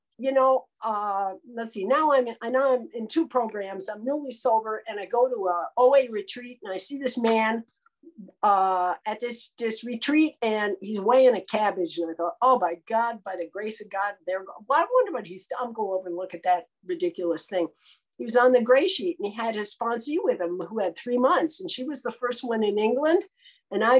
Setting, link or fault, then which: link, video call